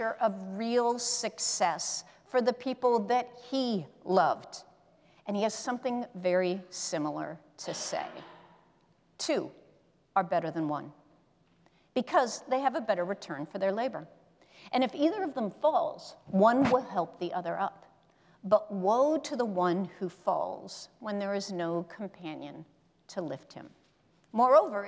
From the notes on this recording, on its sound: presented by Asbury Seminary Kentucky Chapel, recorded on Tuesday, October 10, 2023 at Asbury Theological Seminary's Kentucky campus